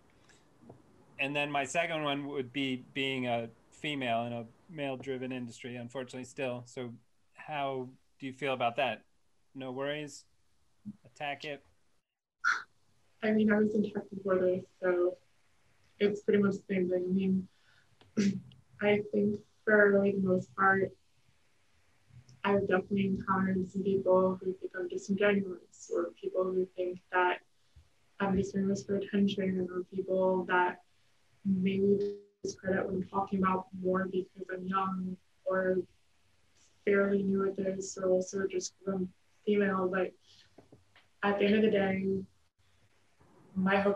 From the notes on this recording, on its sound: We apologize for potential audio issues with this episode.